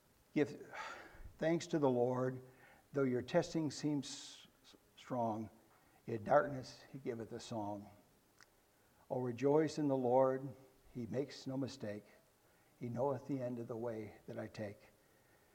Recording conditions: large echoing room